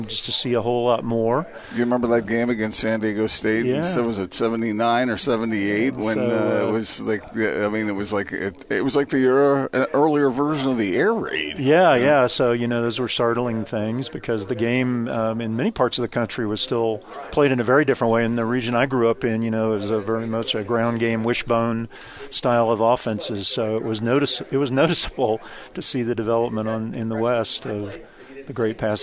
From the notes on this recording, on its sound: joined the show at BYU Media Day